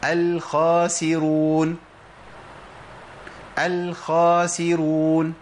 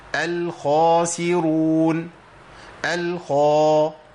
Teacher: إحنا سنقول إنها مفخمة، والصفة الغالبة عليها اللي لازم تبان قوي هي صفة التفخيم · Shown in: second take · لأن لو راحت صفة التفخيم الخاء دي هتبقى ضعيفة جدا.